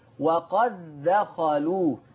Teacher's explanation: طيب إدغام واجب دي يعني الكل بما فيهم حفص، الكل بيضغم دال قد في الدال زي إيه؟ وقد دخلوا، دخلت الدال في الدال · Term: ادغام واجب